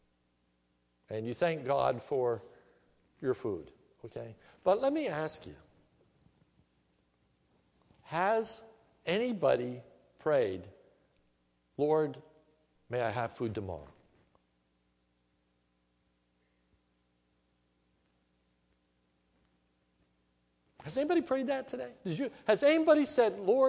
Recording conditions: large echoing room